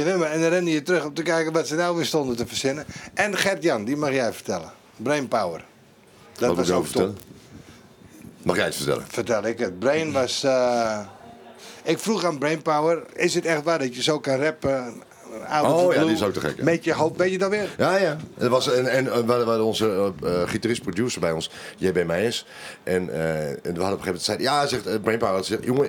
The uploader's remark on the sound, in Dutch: De laatste aflevering van dit seizoen vanuit de Kleinste Kroeg tijdens De Vrienden van Amstel LIVE.